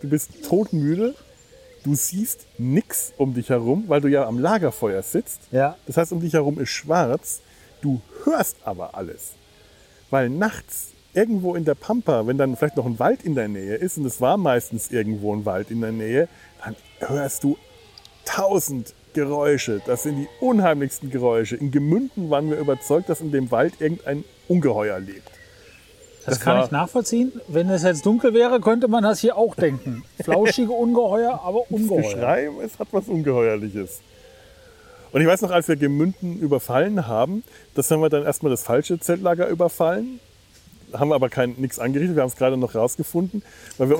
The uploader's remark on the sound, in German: Ihr Lager (das heisst: die Sumpf-Außen-Aufnahme-Station) am Kölner Rheinufer in der Nachbarschaft einiger freundlicher Schafe.